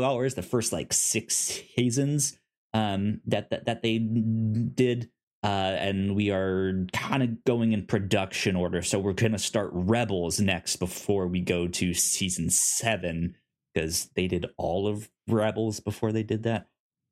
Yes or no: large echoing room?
no